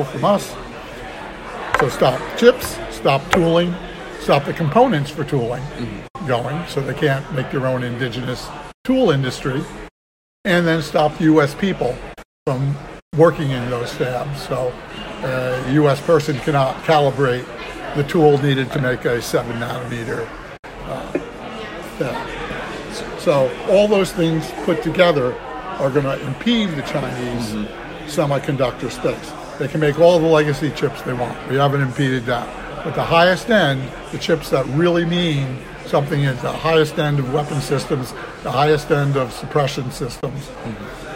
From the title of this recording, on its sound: Live from RNDF22